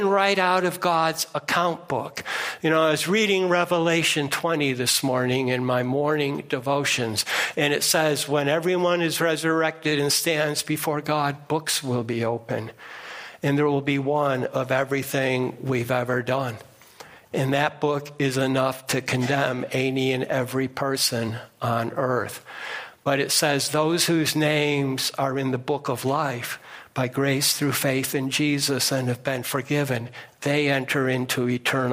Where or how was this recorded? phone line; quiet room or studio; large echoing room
large echoing room